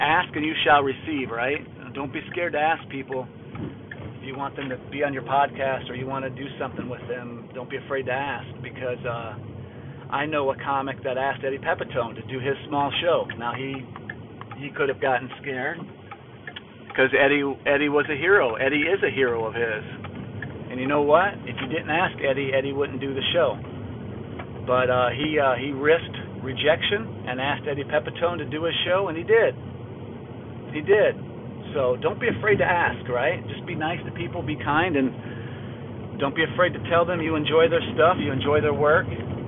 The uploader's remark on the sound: Rambled in the car while trying to find a grocer store.